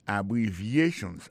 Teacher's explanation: Abbreviations, accent tonique là, tombé sous troisième syllabe là. Nan mot ça gen quatre syllabes, c'est a bon syllabe, bri c'est deuxième syllabe là, vie c'est troisième syllabe là.